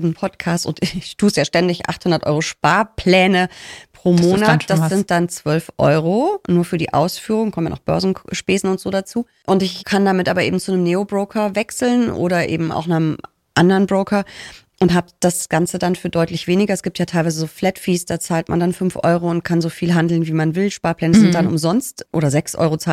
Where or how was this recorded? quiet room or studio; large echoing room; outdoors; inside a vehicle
quiet room or studio